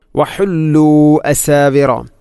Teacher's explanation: വഹുല്ലു അസാവിറ, ഇവിടെ മദ് മുൻഫസ്സിലാണ്. മദ്ദക്ഷരമായ വാവിന് ശേഷം ഹംസ അടുത്ത പദത്തിൽ വന്നാൽ മദ് മുൻഫസ്സിൽ, നാലോ അഞ്ചോ ഹർക്കത്തിന് തുല്യമായിട്ടാണ് അതിനെ നീട്ടേണ്ടത്